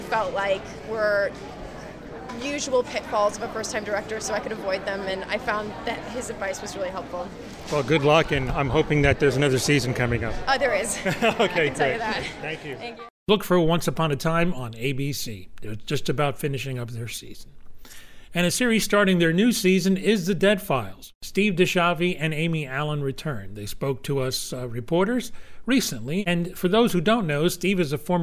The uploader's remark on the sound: From the Tribeca Film Festival Red Carpet